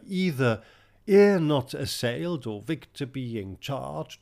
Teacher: either the either or the assailed here has to be pronounced with one syllable